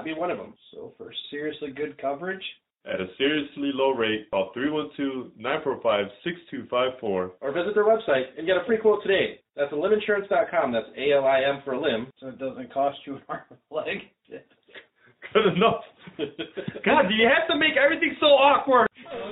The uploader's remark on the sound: Sorry About The Audio.